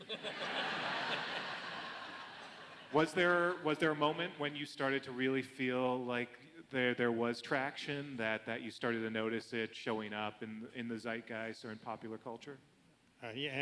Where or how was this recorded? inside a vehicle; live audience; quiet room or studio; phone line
live audience